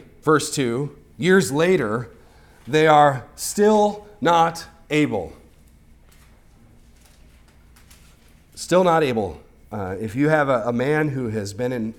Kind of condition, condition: setting, large echoing room